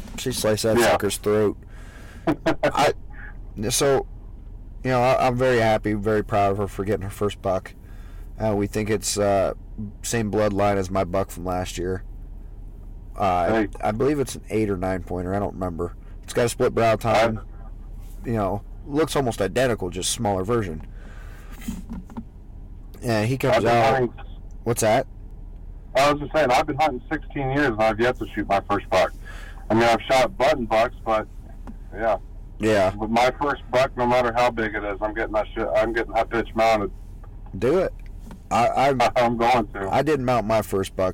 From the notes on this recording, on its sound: Recorded in a truck so bear with the sound quality